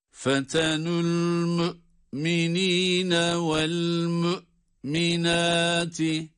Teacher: Buradaki mü'minin ve mü'minâti kelimelerinde hemzelerin sesini çıkarmaya, duyurmaya, hissettirmeye oldukça önem veriyoruz.